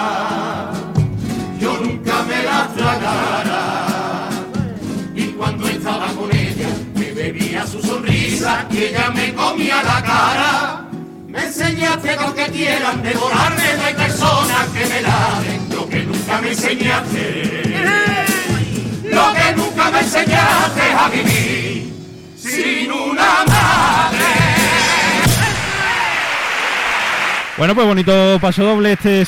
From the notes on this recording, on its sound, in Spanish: En directo desde el Gran Teatro Falla de Cádiz. Retransmisión del Concurso Oficial de Agrupaciones Carnavalescas del Carnaval de Cádiz 2024 en Onda Cero Cádiz.